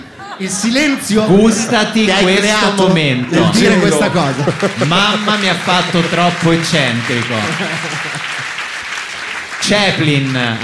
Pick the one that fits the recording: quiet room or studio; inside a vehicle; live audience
live audience